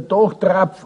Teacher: Das F der Dachtraufe ist zu einem PF geworden.